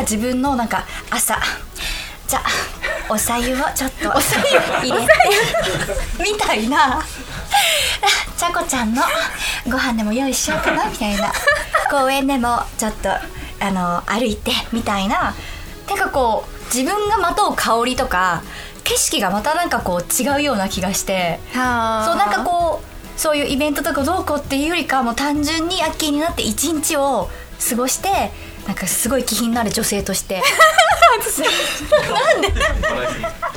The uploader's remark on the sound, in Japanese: 公開収録。